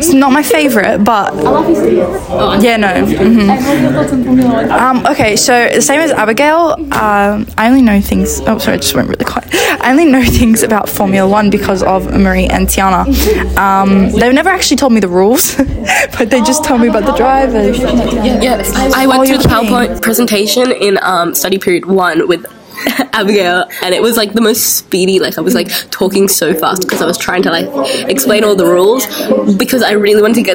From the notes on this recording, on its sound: please do ignore background noise as we did record this during our study class